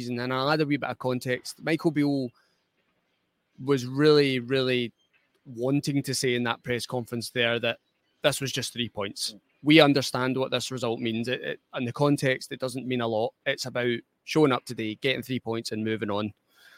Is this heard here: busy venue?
yes